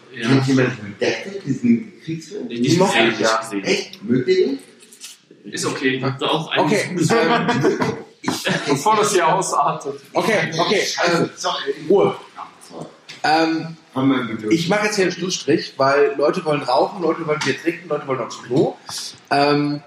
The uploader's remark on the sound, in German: Aufgenommen irgendwann am Samstagmorgen, zwischen Tischtennisplatte und Kickertisch. Leider hat das extra für den Cast mitgebrachte Mikro seinen Dienst verweigert, weswegen die Tonqualität sehr bescheiden ausfällt.